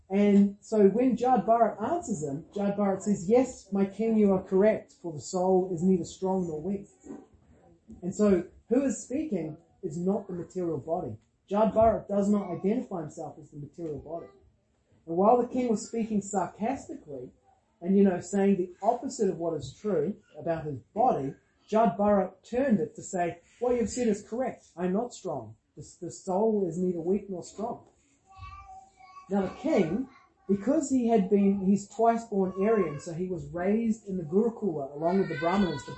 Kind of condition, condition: setting, large echoing room